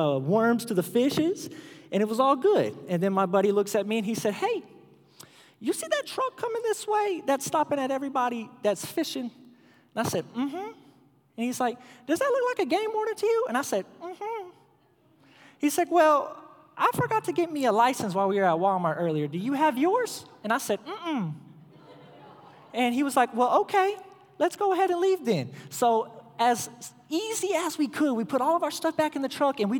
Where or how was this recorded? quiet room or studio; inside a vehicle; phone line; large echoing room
large echoing room